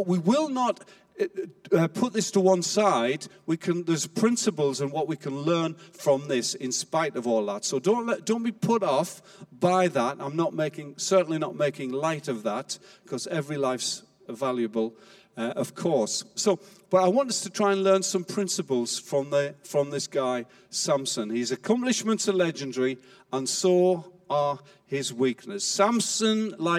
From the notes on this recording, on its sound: Recorded live at Life Church on Sunday 25th October 2020.